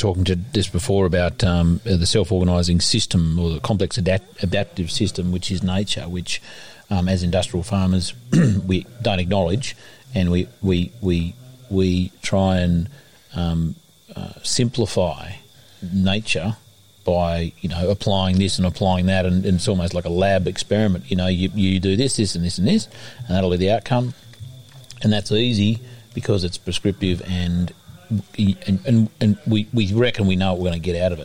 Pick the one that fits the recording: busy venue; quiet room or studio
busy venue